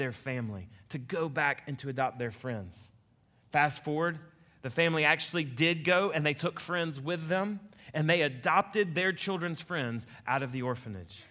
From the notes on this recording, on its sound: a message he delivered to Colonial Heights Baptist Church in Ridgeland, Mississippi